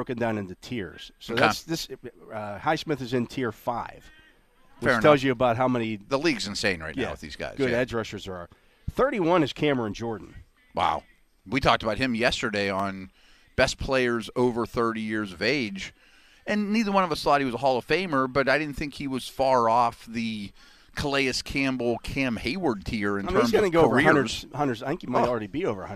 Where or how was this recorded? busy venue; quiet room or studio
busy venue